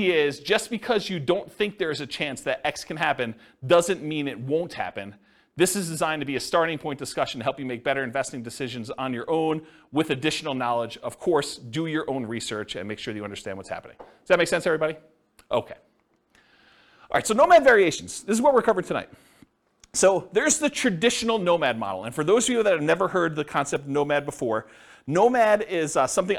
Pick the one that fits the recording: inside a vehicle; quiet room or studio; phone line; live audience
live audience